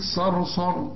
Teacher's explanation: صرصر الصاد مفخمة، الراء الأولى مفخمة لأن قبلها مفتوح، الراء الثانية ترقق عند الوصل إنما تفخم عند الوقف لأن قبلها مفتوح برضه، يعني تقول صرصر.